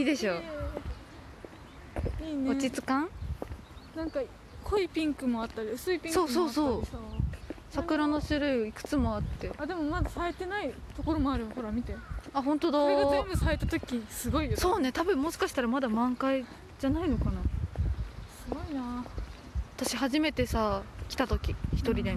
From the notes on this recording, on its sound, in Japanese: 桜満開の公園から聴こえる春の音。こちらは数週間前の収録でして。